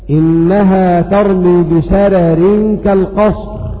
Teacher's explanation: فإن ورشا أيضا يرقق الراء الأولى وصلا ووقفا تبعا للراء الثانية المكسورة